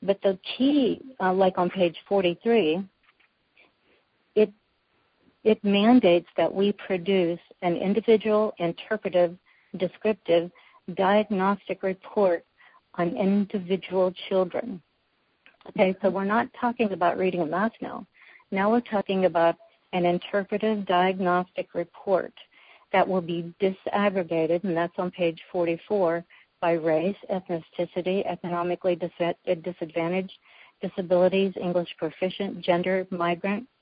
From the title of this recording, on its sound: Women On The Wall Conference Call